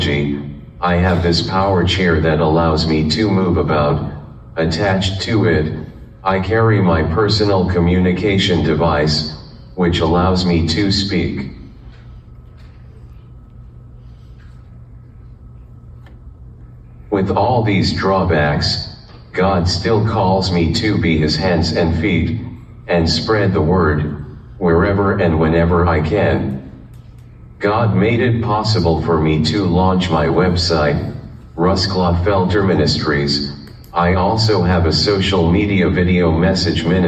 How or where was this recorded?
large echoing room